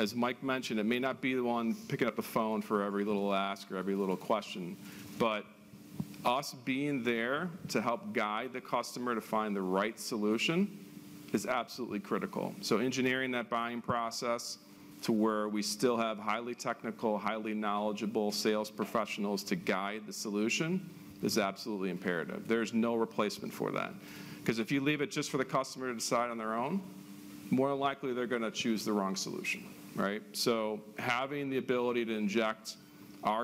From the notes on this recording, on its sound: This presentation was originally shared live at Turtle's Sales Summit on March 20, 2023.